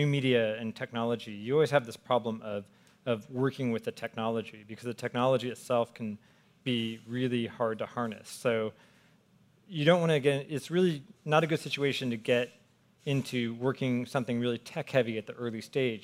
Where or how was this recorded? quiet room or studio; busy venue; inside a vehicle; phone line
busy venue